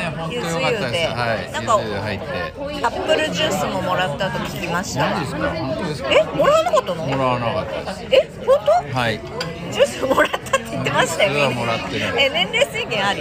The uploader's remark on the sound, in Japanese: 2021年末に行われたOPROクリスマスイルミネーションラン後の忘年会での録音です。